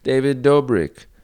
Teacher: It just connects right off. You didn't have to stop the D in the middle. It just connected to the last name.